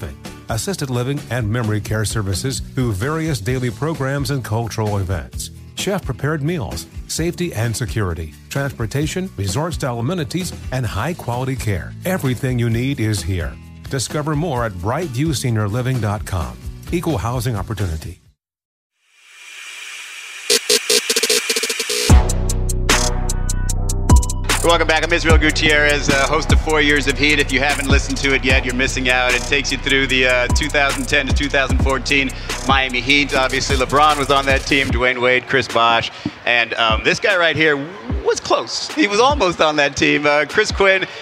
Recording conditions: busy venue